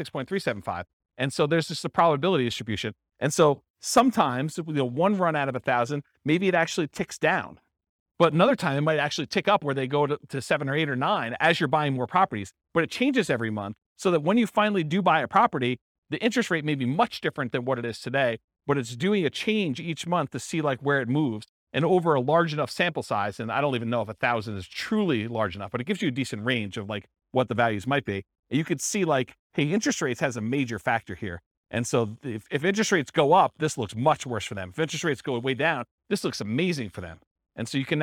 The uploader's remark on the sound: This was a live class recorded